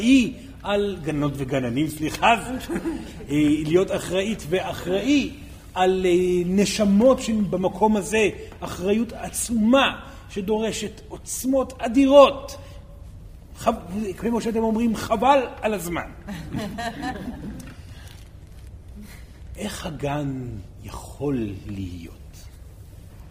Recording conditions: live audience